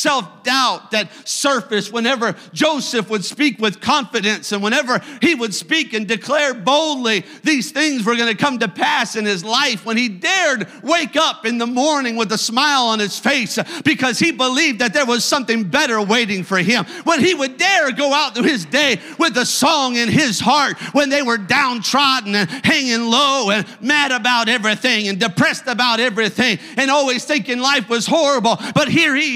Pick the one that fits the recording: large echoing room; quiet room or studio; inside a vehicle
large echoing room